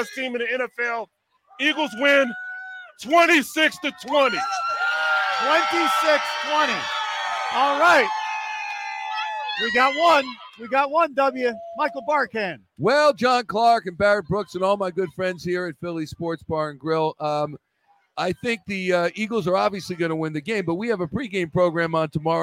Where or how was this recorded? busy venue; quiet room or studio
busy venue